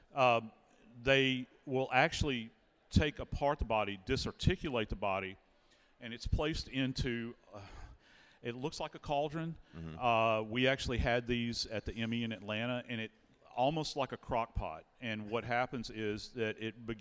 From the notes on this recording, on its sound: Body Bags Live at CrimeCon 2023. In front of a live audience at CrimeCon 2023 in Orlando, Florida.